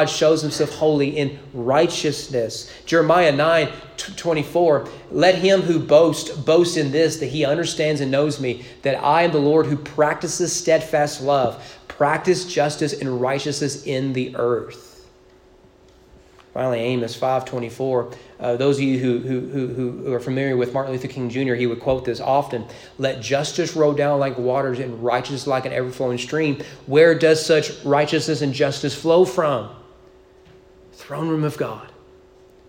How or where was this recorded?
large echoing room